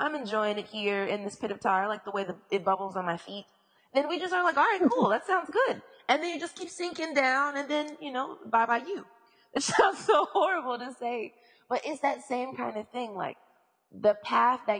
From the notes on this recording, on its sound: What it doesn't contain, however, is flawless audio quality, but I've listened to much worse